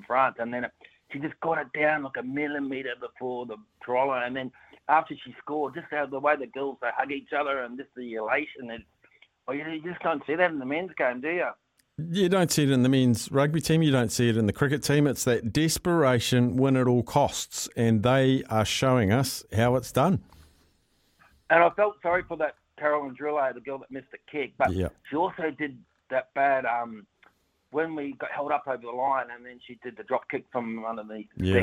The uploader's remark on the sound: opens up the phonelines